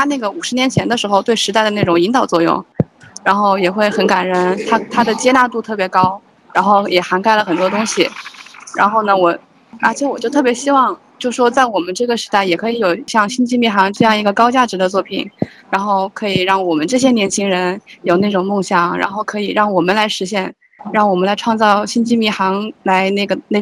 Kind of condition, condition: fault, poor sound quality